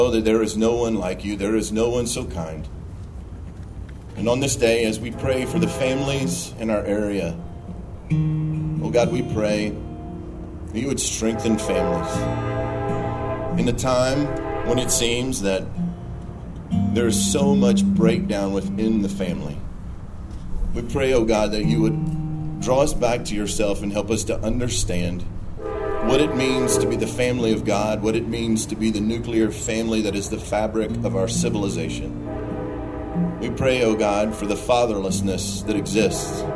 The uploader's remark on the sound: Highlights from Town of Collierville on #NDOP. Comes from the town of Collierville, TN. Traveled to record area pastors, political leaders, military, first responders, and citizens gathered for prayer.